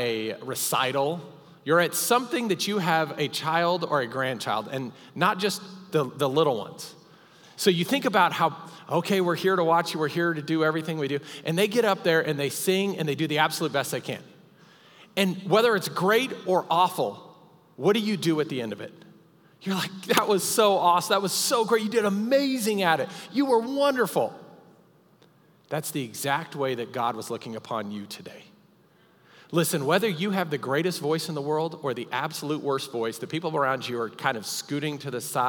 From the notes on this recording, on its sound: Recorded live during our Wednesday night service